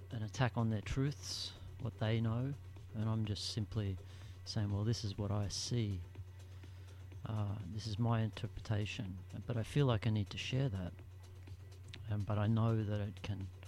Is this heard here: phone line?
no